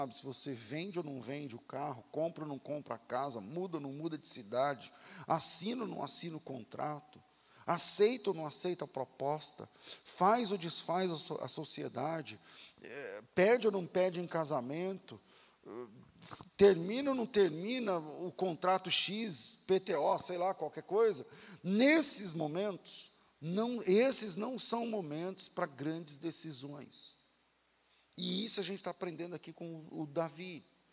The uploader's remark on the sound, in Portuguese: Culto ao vivo